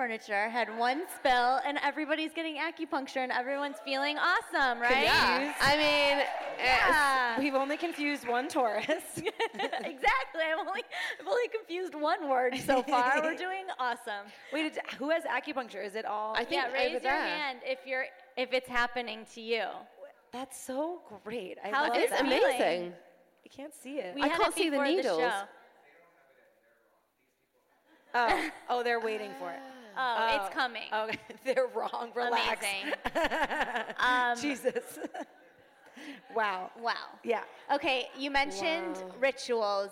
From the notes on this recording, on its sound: Join the packed crowd. Special episode recorded live at Wanderlust Hollywood!